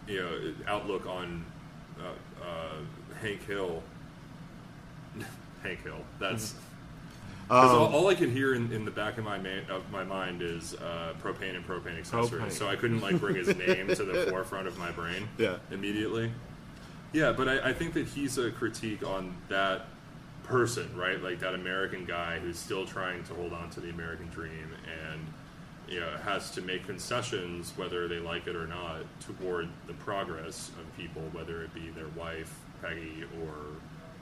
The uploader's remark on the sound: before the weekly comedy open mic at Kelly's Olympian in Downtown Portland, OR!